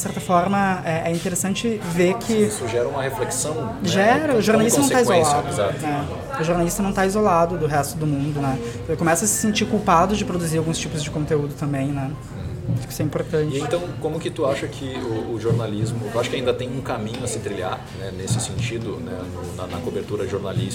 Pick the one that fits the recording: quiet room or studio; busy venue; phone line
busy venue